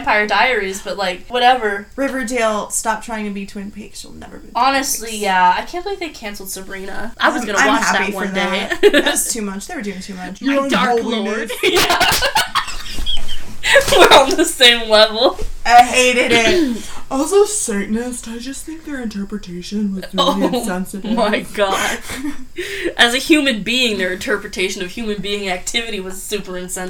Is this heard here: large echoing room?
no